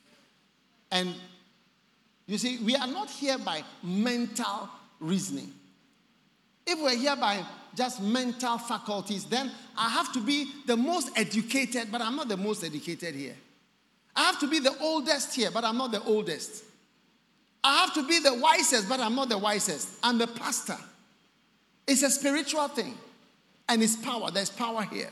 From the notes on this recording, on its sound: Preached at The Attempt Great Things For God Service, First Love Center. Accra.